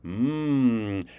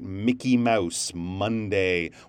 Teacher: with M, your mouth is always, always closed. Your lips are touching, your mouth is kind of in a straight line, um, and it's the sound you make when you're thinking, hmm, or the sound you make when you smell uh, new cookies coming out of the oven, mmm, right?